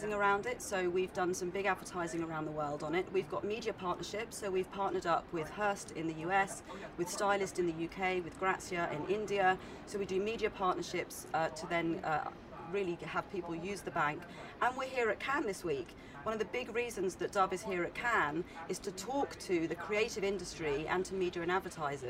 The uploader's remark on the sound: Live at Cannes Lions